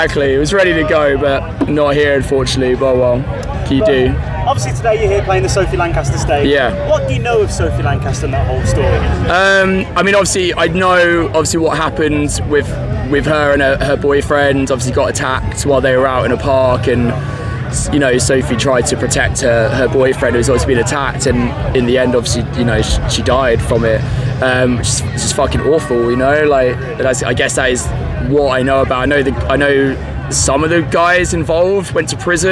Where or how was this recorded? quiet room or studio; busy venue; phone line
busy venue